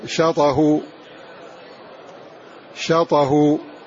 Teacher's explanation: فمثلا عند شاطئه حرك الساكن هذا بحركة الهمز واحذف الهمز، شاطئ فنقول شاطه، شاطه، حركنا الساكن بحركة الهمز وحذفنا الهمزة